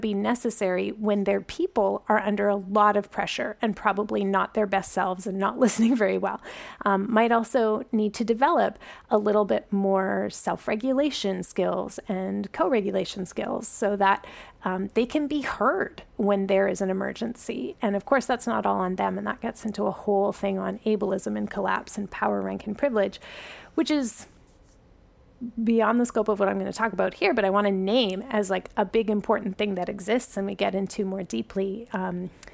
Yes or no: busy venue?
no